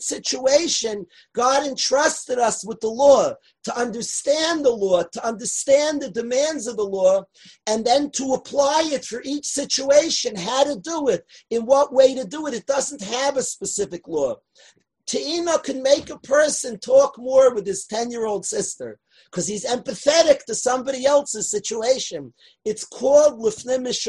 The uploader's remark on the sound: From last year's zoom shiur - on Torah anytime!